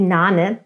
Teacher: Ganz klassisch ist es die Nane, das heißt das Ba wird einfach weggelassen. Banane ist ein dreisilbiges Wort, ist für Kinder in diesem Alter oftmals noch schwierig, deshalb sagen sie einfach Nane.